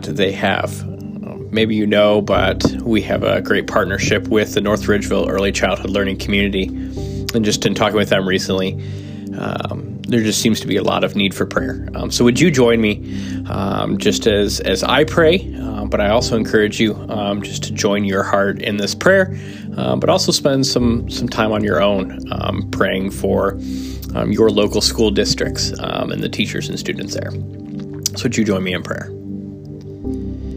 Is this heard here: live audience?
no